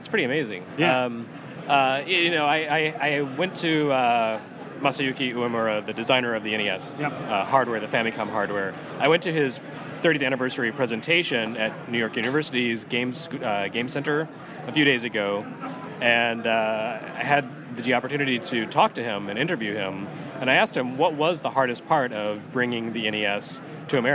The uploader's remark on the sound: Live at Portland Retro Gaming Expo